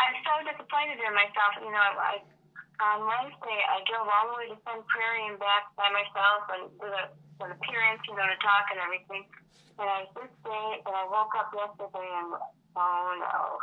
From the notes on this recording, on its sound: phone interview